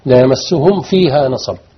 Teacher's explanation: ميم تظهر عند الفاء دائما · Term: إظهار